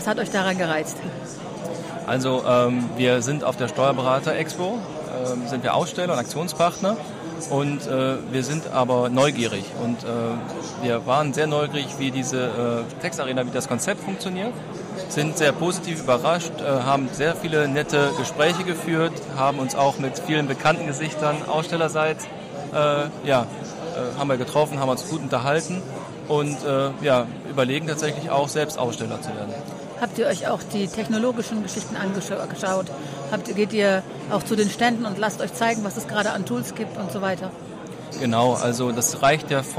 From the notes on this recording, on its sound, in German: Die Podcast-Sonderedition live aufgenommen auf der TAXarena Hannover.